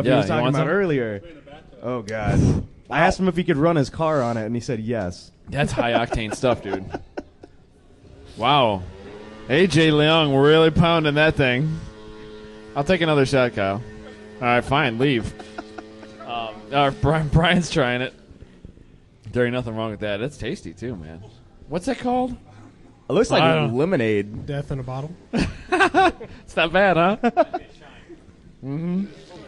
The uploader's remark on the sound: Live from HondaMeet15.